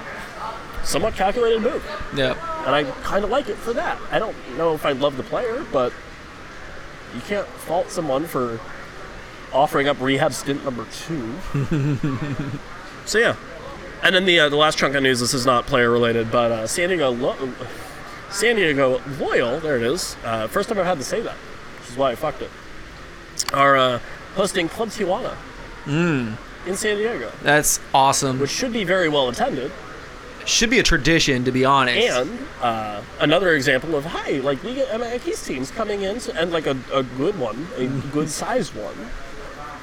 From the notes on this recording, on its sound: Joins the show in Baltimore from the United Soccer Coaches Conference.